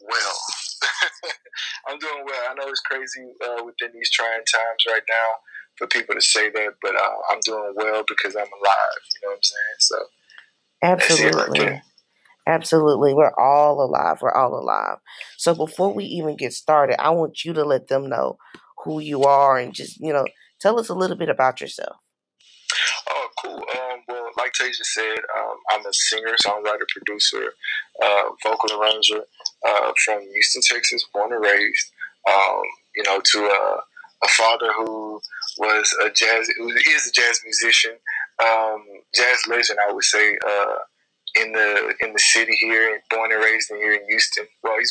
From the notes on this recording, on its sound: Audio from each interview is recorded for playback and podcasting purposes.